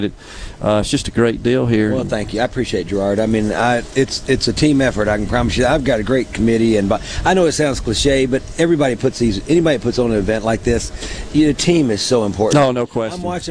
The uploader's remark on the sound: LIVE from The Delta Soul Golf Tournament in Greenville